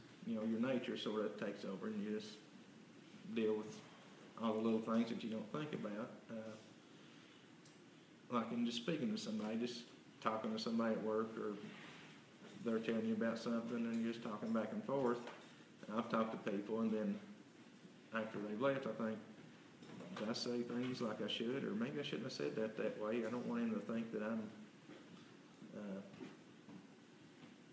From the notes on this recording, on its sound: This is an audio recording of the Sunday Service at Persia United Methodist Church in Rogersville, TN. The church's youth are leading this particular service.